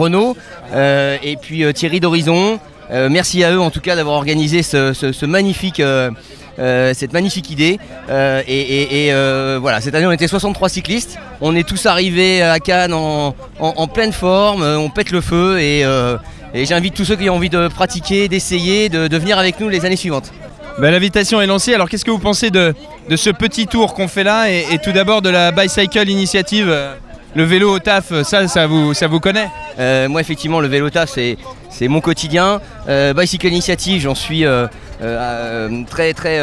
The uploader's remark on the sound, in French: en direct du Green Cycling Tour